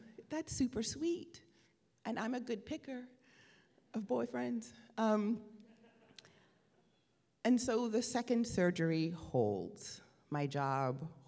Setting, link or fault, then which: setting, live audience